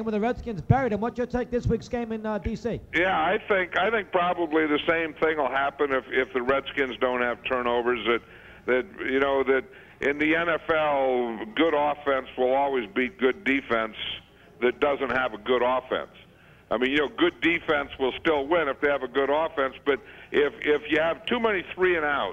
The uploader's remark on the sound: called into … and …’s 10th anniversary show